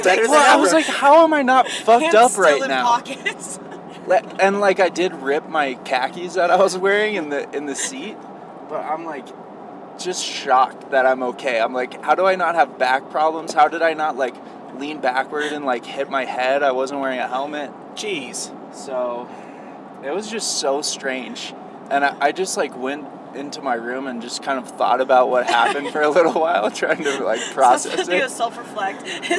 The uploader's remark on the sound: This episode was recorded in the spring of the 22/23 season while driving up to Vail. You'll feel like you're right there in the car with us.